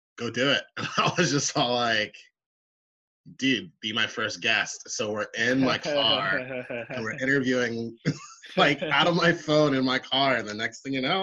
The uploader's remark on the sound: This episode was done over a Zoom call